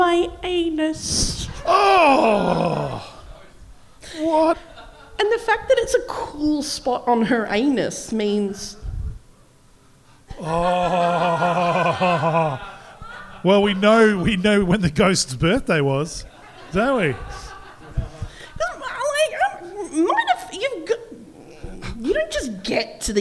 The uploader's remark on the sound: Live from the Rhino Room in Adelaide. A small but enthusiastic group.